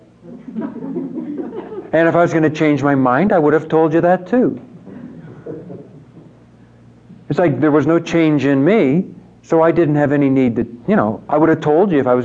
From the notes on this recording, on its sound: These four retreat conferences were recorded live at St. Francis Retreat Center in Cincinnati, Ohio.